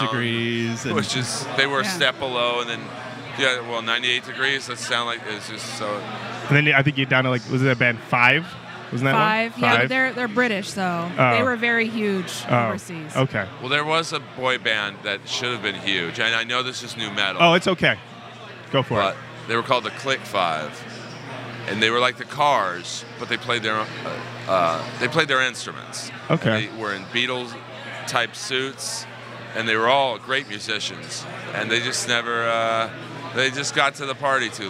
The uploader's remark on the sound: Live at Rock N Pod Expo 2